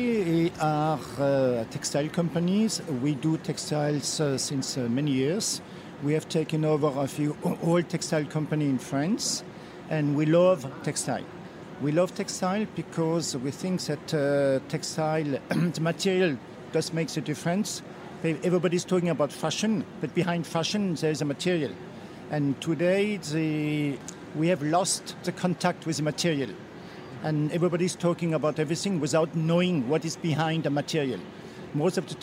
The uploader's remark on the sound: on location at Premiere Vision 2016 in New York